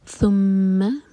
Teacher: میم پر غنہ، میم کو ہول کیا جائے گا